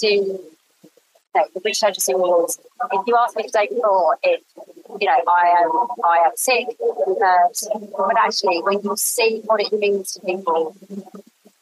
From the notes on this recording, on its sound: There’s a slight audio issue on this one that we just couldn’t work around